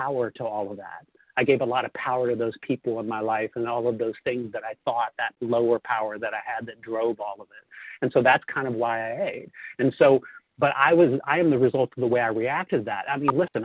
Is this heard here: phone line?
yes